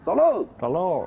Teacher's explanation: 喽喽是通州的儿化音